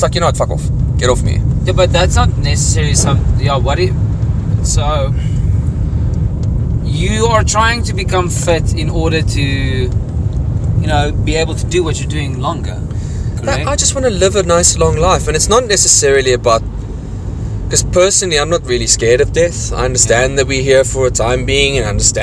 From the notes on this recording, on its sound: To experience the gloomy rainy Pretoria. This podcast was recorded in my car please excuse the rain and sound effects. We are on the go impromptu guys!